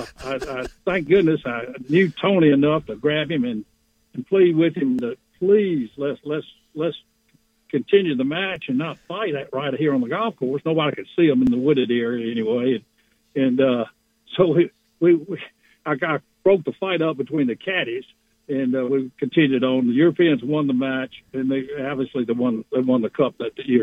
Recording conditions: phone line